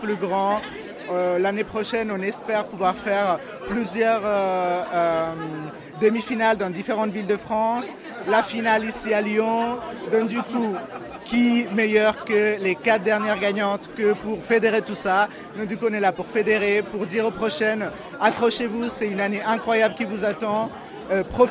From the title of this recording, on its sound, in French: En direct du concours Drag France 2024 !